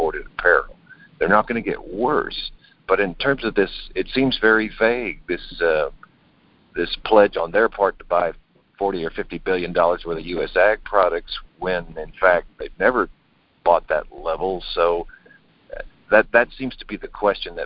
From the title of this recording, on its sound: Jan 2020 Monthly Conference Call